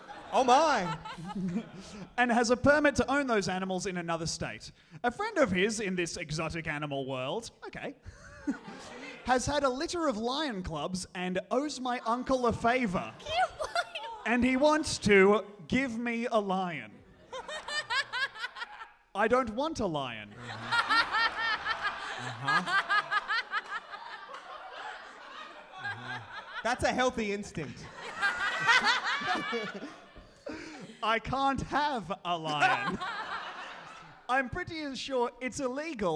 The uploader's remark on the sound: this is our Sydney live show